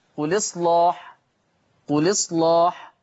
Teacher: ما أنا بشيل الهمزة وانقل الحركة للساكن قبلها · Term: النقل